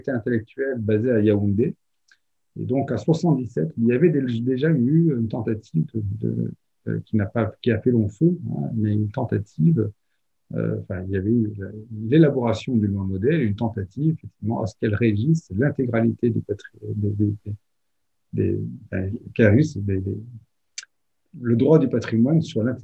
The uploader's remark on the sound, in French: Enregistré sur Zoom le 12 avril 2021 dans le cadre du sémainaire "Patrimoine africain".